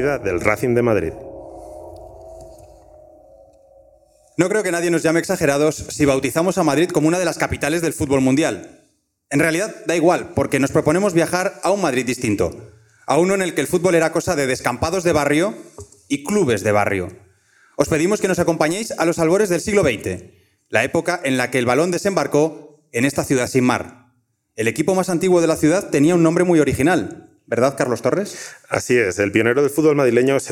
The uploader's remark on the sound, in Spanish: grabado ante el público del festival Estación Podcast.